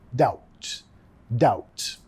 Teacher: Nota acá que no tienes que pronunciar la B.